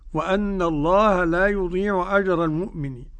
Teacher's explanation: الجيم معطشة في قراءتنا وقراءة مشايخنا والسلف الصالح كله · Term: تعطيش الجيم